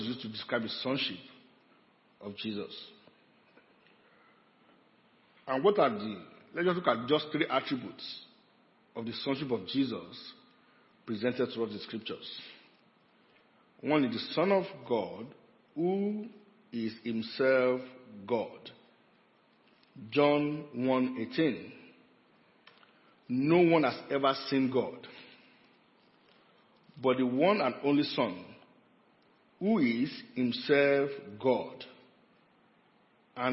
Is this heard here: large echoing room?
yes